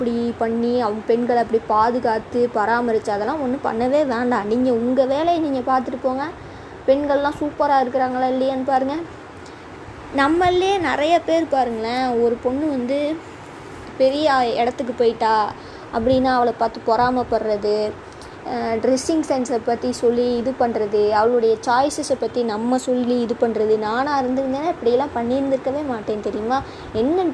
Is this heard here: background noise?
yes